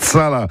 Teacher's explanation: en dauphinois, chala, ça se prononce sala